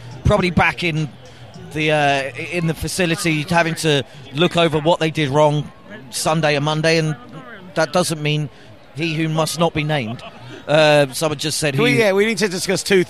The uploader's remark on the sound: Live from Stanford Stadium